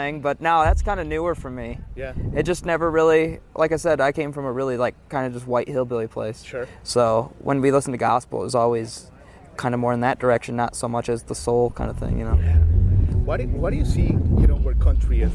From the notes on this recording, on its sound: Live from Highlands, NC, the home of Bear Shadow Music Festival